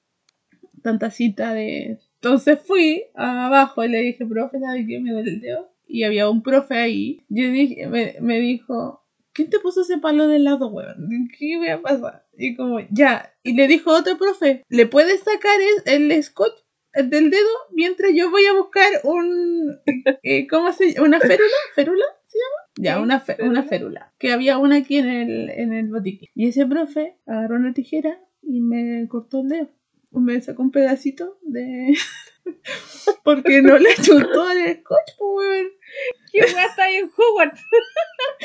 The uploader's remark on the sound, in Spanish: El sonido está como la corneta, fue culpa mía